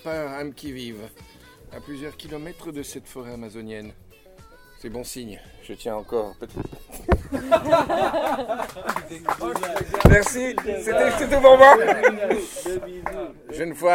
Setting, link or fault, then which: setting, outdoors